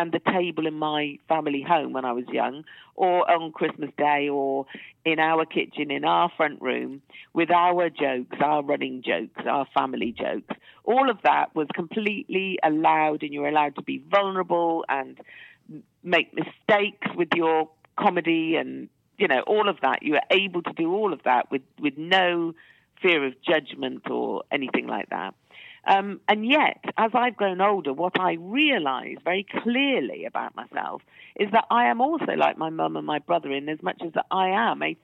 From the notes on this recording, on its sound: joins us on the phone